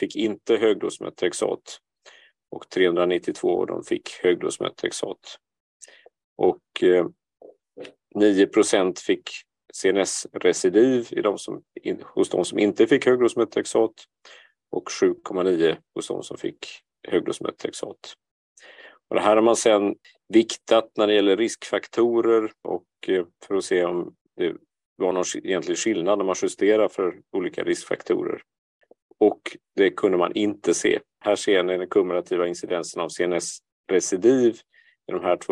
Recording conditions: video call